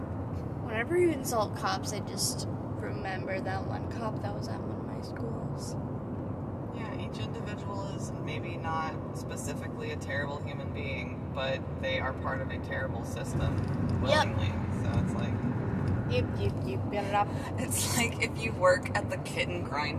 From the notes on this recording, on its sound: This is the first episode with a guest! Its just me and one of my parents talking while driving somewhere.